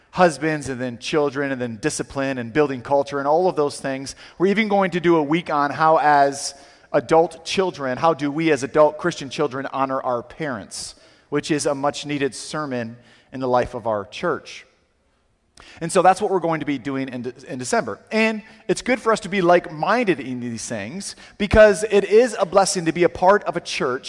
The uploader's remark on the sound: Sermon audio from CityGate Church